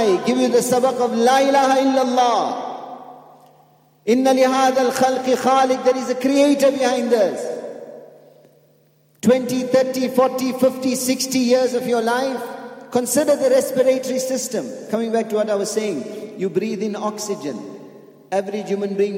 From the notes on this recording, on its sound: at the Houghton Masjid (West Street)